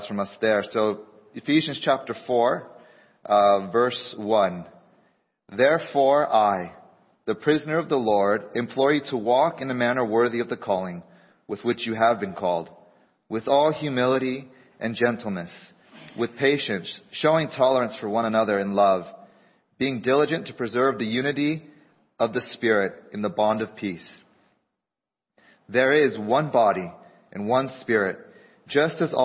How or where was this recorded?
large echoing room